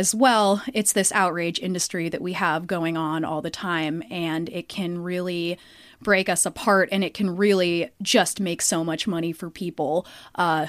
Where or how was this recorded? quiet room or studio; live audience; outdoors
quiet room or studio